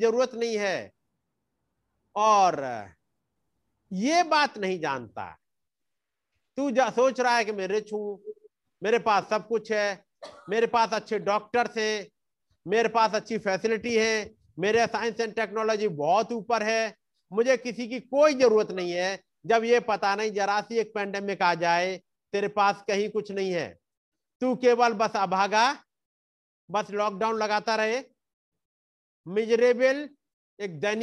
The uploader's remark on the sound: Arunachal Pradesh. Zoom Meeting.